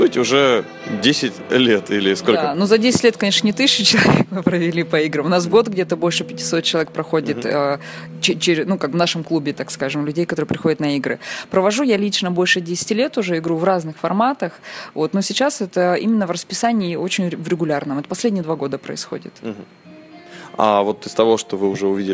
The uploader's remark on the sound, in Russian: За уютное помещение спасибо Грин Бару